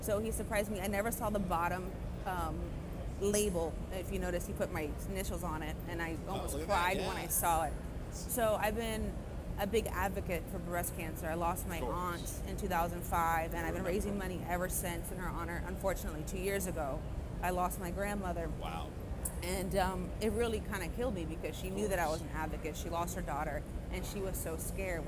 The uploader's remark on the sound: During this interview recorded at the 2021 PCA Las Vegas Show.